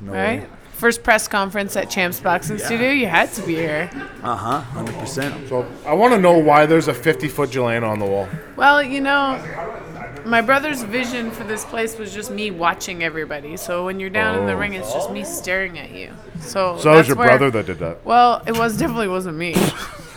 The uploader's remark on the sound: Live show today from Champs Gym for the KO Boxing 81 Press Conference